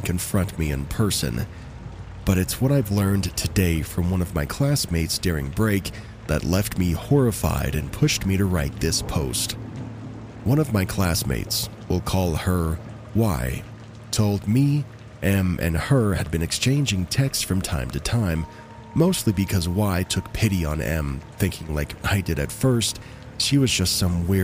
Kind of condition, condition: fault, sounds in the background